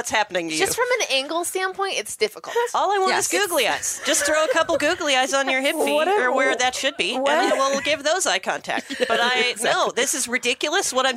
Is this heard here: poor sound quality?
no